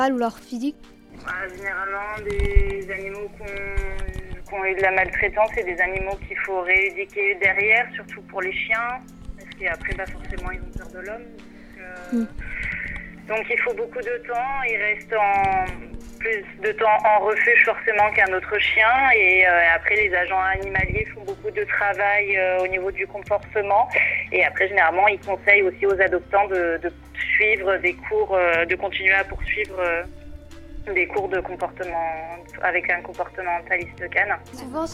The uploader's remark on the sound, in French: Réalisé un interview téléphonique. Son miaulement chat et aboiements offerts par la sonothèque.